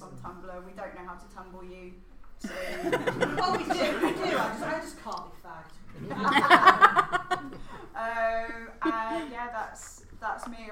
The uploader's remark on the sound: Live at Edge Lit 2018